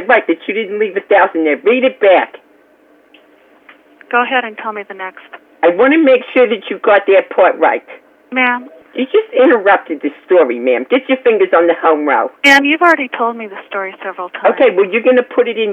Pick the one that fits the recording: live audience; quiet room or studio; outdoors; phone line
phone line